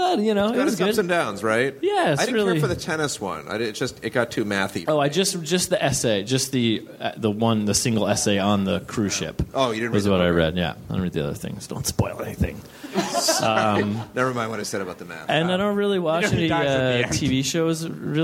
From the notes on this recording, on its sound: Live from Brooklyn! Recorded at 61Local in Brooklyn on October 1, 2012.